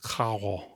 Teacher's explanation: in some Caribbean varieties of Spanish, it might sound more aspirated, like carro, like something like that.